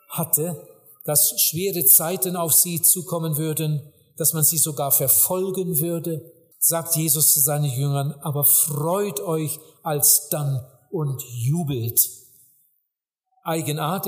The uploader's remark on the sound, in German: bei einer Evangelisation in Mexiko im Jahre 2013 gehalten